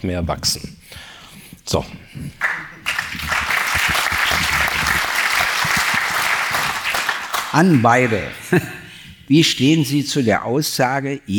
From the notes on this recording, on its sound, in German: Im Babylon Berlin. Ihr Publikum aufgerufen, Fragen zu stellen, welche sie live auf der Bühne beantworten.